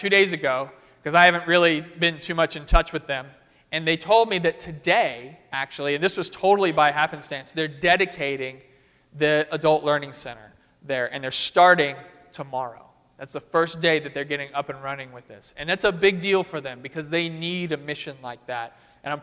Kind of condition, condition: setting, large echoing room